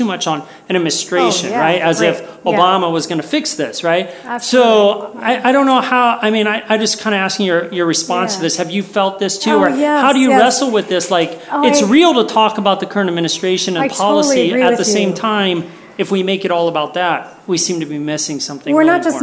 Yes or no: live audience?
yes